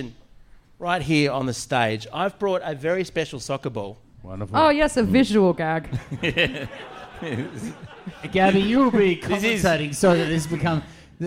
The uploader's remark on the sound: LIVE from the Pub!